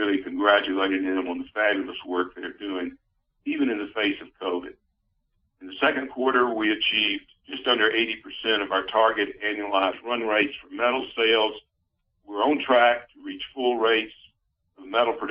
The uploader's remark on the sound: Freeport-McMoRan’s second-quarter conference call.